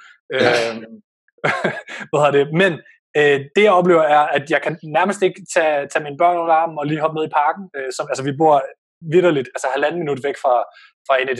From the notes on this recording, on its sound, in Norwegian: Nemlig et 'skype'-interview. Og det har da konsekvenser for lydkvaliteten, det er også derfor det er vores princip ikke at lave den type episoder.